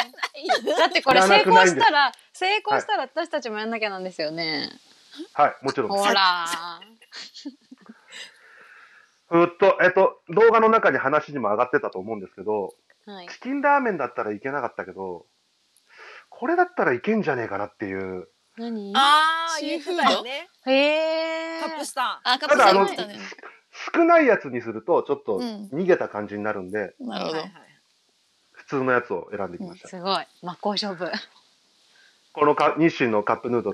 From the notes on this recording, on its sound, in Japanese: 今回もリモート収録ということで。